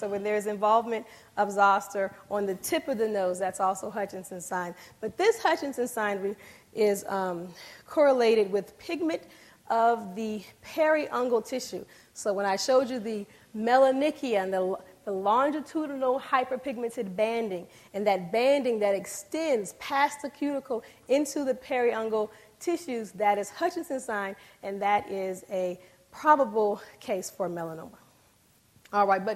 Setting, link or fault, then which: setting, large echoing room